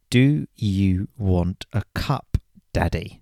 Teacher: those words, do you, when they are together and said really quick, they merge into one sound